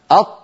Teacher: هناك هواء يريد أن يخرج ولكن المخرج أمامه مقفول تماما